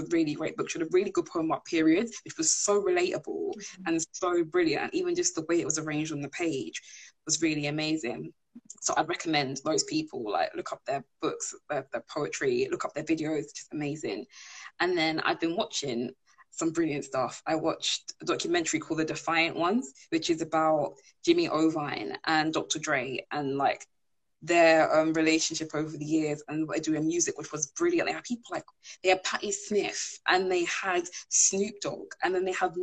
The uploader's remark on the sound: live Instagram interview